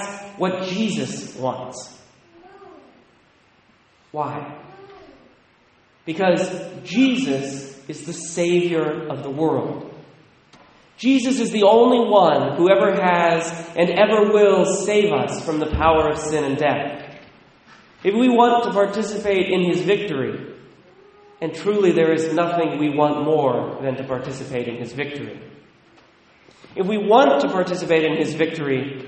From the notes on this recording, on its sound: Recorded at Sacred Heart, La Conner, WA